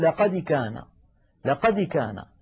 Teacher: الدال تميل إلى الكسر ميلا واضحا